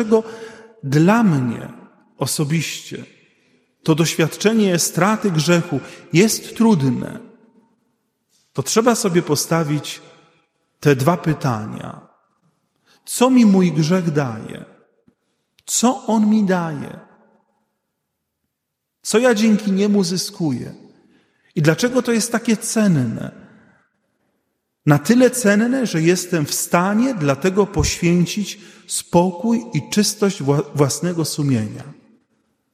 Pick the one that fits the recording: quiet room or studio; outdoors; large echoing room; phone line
large echoing room